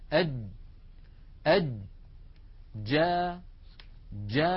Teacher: الجيم أيضا يخرج كما قلنا من وسط اللسان مع ما يحاذيه من منطقة الحنك الأعلى، ولكن بالتصاق تام محكم يمنع الصوت من الجريان · Term: الجيم العربية الفصيحة